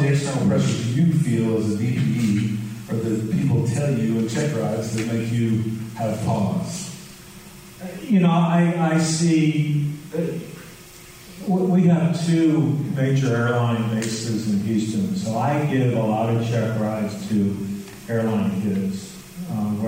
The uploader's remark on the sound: LIVE at EKU!